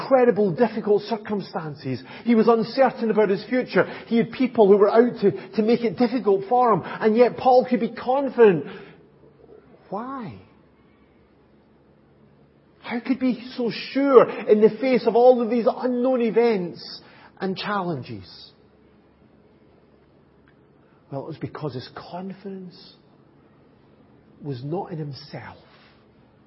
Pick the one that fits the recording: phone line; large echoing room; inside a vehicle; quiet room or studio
large echoing room